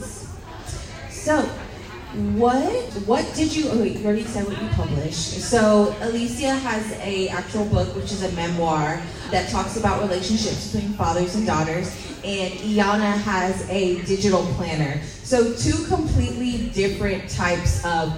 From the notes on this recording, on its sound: LIVE from the Houston Hotties Social Hour Panel